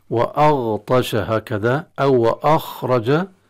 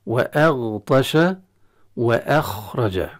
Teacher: وكذلك من الأخطاء التي يحصل في هذه الكلمات تفخيم الهمزة، وأغطش هكذا أو أخرج، والهمزة حكمها الترقيق دائما وأبدا، تقرأ هكذا وأغطش وأخرج. نعم، نفخم الغين، نفخم الخاء، لكن دون تأثير ذلك على الهمزة التي قبلها · Shown in: second take